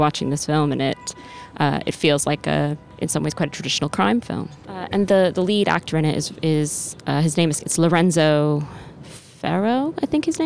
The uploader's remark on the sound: Cannes Day Five. Amidst the jubilance of a French wedding. On the top of the Palais.